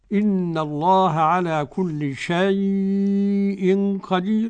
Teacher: شيء اللين واضح بالنسبة للورش